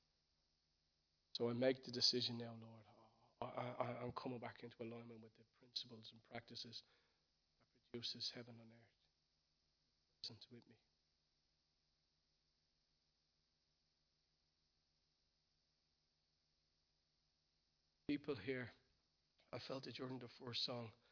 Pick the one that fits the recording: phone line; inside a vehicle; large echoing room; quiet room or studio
large echoing room